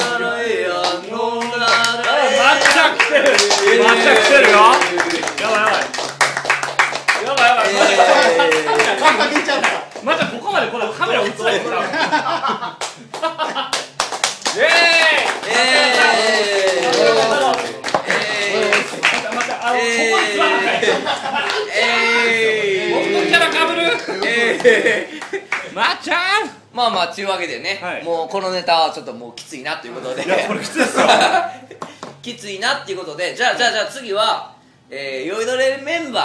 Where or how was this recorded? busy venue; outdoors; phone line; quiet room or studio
busy venue